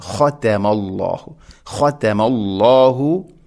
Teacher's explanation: ഖതമ ഖ, ഖനെ കനപ്പിക്കണം, ഖതമ ഖതമ അല്ല, ഖ ഖതമ, ഖതമ അല്ലാഹു, താഇനെ ലൈറ്റായിട്ട് ഉച്ചരിക്കും വേണം, ഖതമ എന്ന് കനപ്പിക്കരുത്